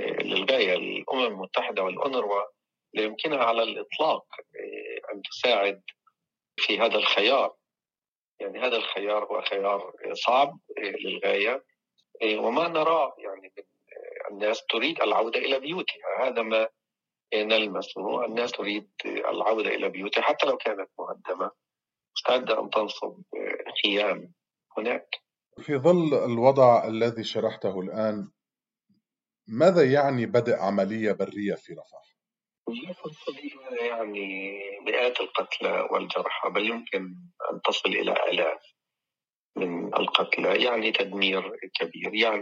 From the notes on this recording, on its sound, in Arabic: في اتصال هاتفي مع أخبار الأمم المتحدة من رفح